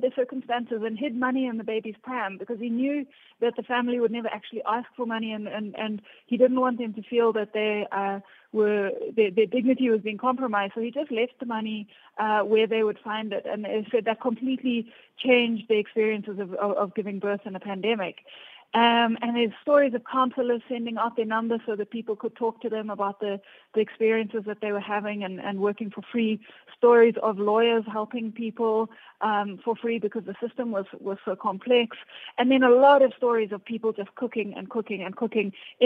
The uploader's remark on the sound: Guest on the line